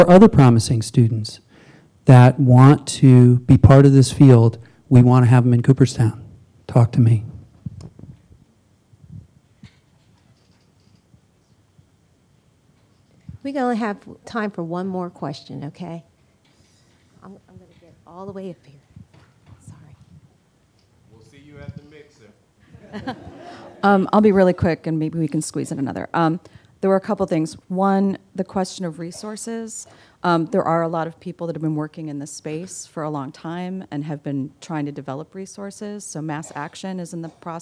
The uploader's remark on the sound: 2017 AASLH Annual Meeting Session Recording Recorded in Austin, TX September 7, 2017